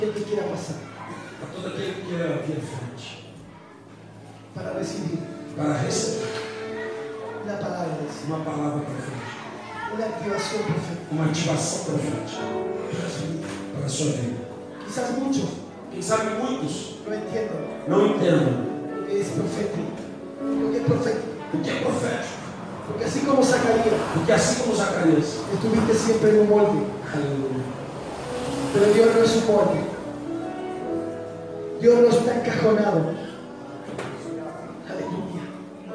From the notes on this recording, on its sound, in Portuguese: I Congresso Profético Internacional (2º dia). Ao Vivo na Casa de Louvor.